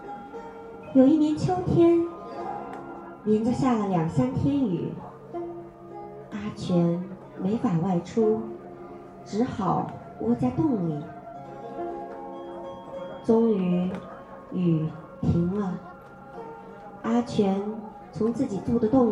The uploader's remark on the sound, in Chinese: 12月27日周庄活动现场。